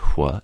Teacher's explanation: Linguistic term, it's the voiceless labiovelar fricative.